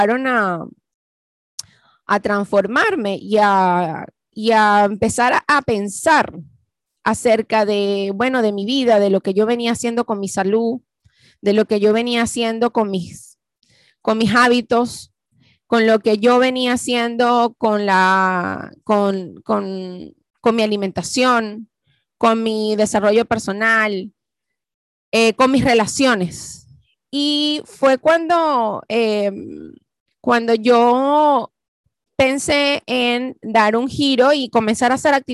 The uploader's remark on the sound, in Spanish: ZOOM PARTY CUMPLEAÑOS 2021. Q&A live.